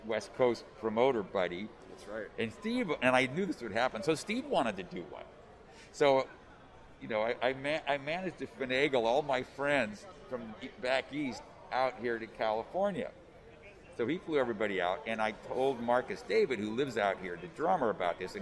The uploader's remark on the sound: Live” at StocktonCon Summer 2021